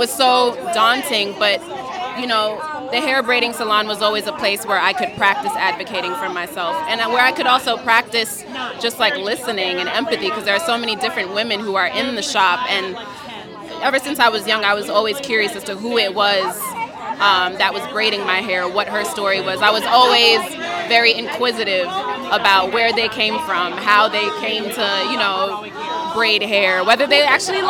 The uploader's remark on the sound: Live From The Red Carpet at "Jaja African Hair Braiding"